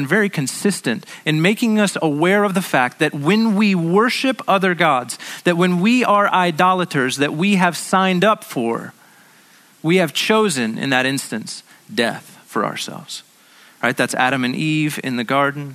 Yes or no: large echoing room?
yes